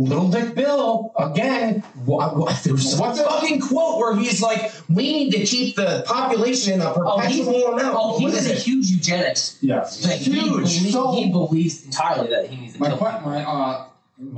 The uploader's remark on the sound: Unfortunately problems happened with the audio but was edited enough to post.